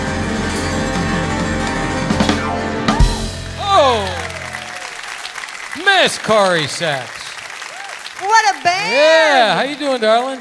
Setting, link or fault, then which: setting, busy venue